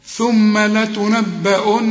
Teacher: النون هنا لازم تغن عند الوصل وعند الوقف